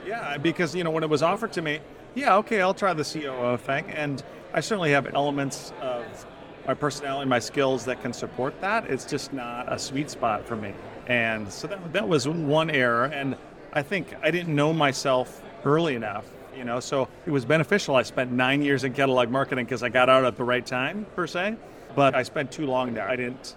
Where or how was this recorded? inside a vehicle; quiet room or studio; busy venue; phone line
busy venue